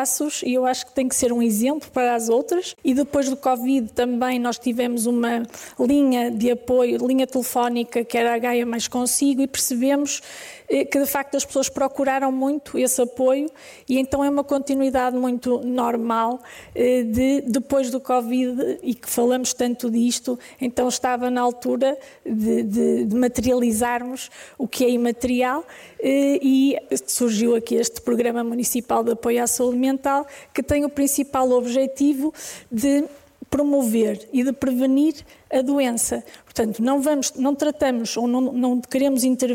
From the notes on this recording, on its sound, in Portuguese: Gravado ao vivo no Auditório de Vila Nova de Gaia.